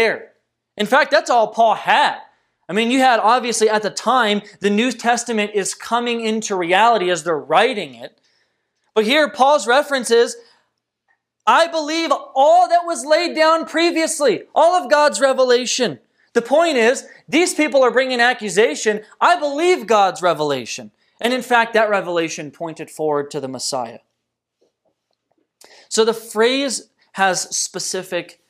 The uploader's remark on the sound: This message was delivered on November 22nd, 2020 at Redeemer Community Church.